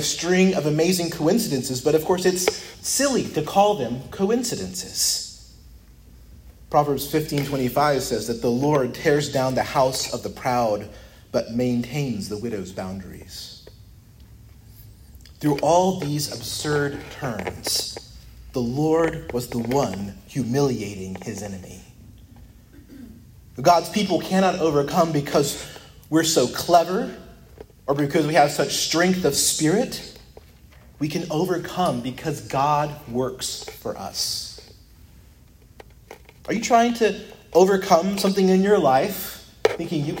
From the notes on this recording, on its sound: preached at Christ Our Savior Baptist Church